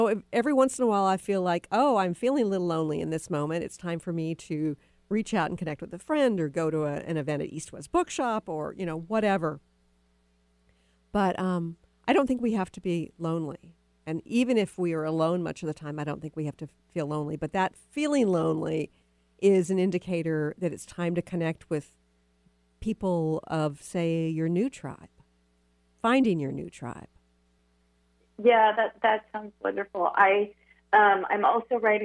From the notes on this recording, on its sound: Call-In Show Day. Opened up the phone lines for readings with listeners.